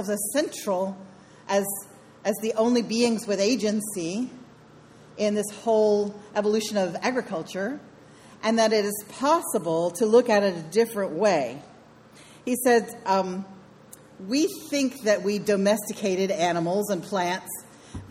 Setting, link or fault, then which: setting, large echoing room